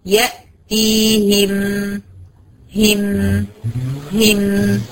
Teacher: يأتيهم يبقى انا كده عندي زمنين في الكلمة دي، زمن الشدة للهمزة الساكنة وزمن التوسط للميم الساكنة. يبقى ابين بقى يأتيهم، هم هم وهكذا.